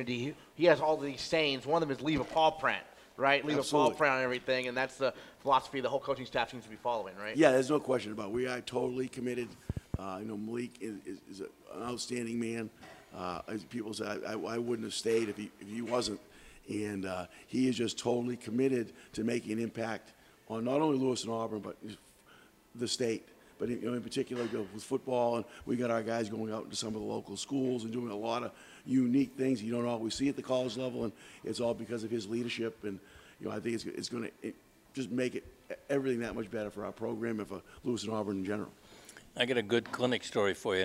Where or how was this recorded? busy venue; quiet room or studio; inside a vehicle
busy venue